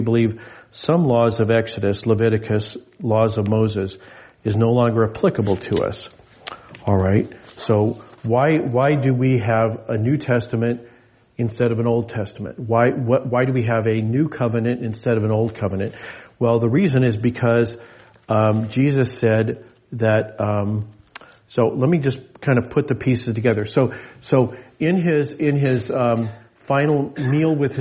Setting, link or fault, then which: setting, large echoing room